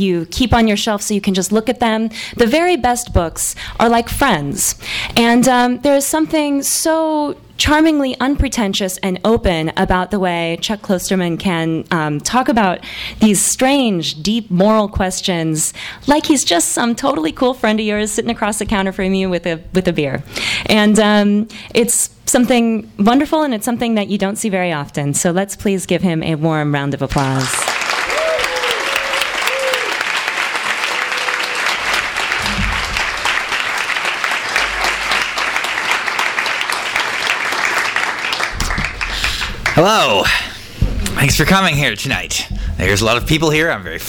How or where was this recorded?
live audience